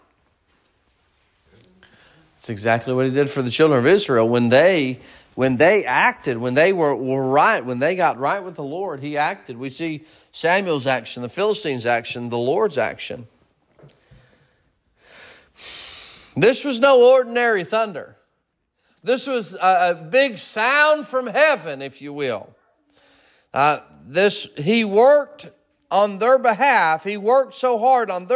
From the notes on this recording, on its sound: Sermon preached at Mid County Baptist Church